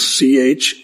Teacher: The ch presents that guttural sound at the beginning